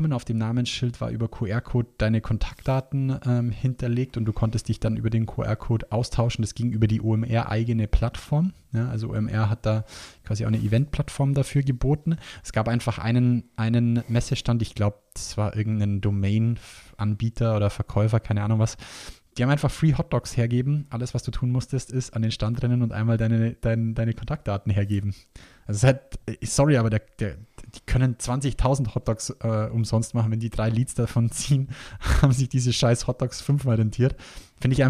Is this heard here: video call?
no